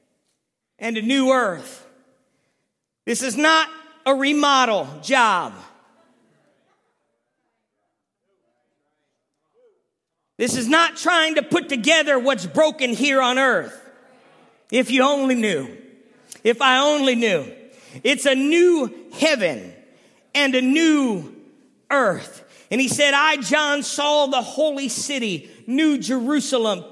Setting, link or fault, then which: setting, large echoing room